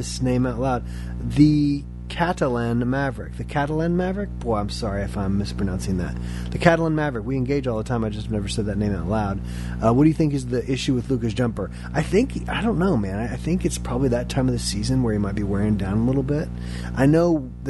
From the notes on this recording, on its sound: apologies for the background "hum"